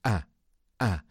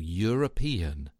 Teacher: you'll feel that the initial sound, a, a, is quite harsh · Shown in: first take